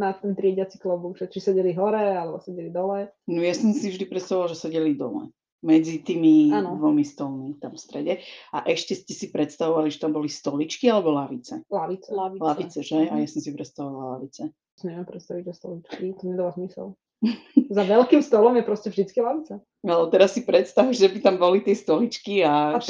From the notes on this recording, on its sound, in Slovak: Taktiež sa stal menší nešvár a to, že nám ku koncu epizódy začal mierne zlyhávať mikrofón. Prosím, odpustite nám menej kvalitné audio a zvýšený počet strihov.